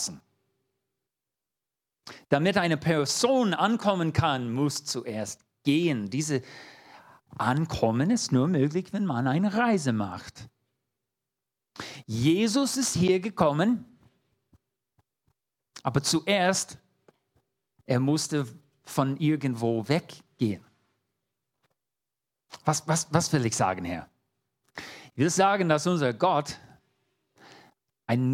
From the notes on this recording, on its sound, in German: 2022 in der Gemeinde Kaleo Schopfheim aufgenommen.